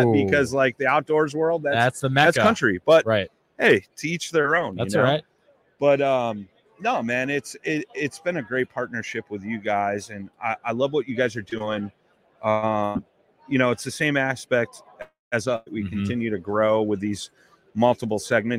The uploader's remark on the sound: OG Show Live From ICast- Waypoint TV.